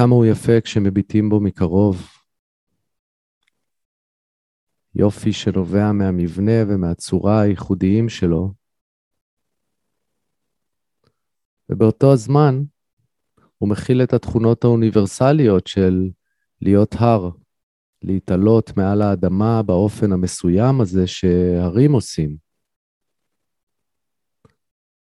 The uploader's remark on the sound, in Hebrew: הוקלטה בישראל במסגרת שידור חי בzoom.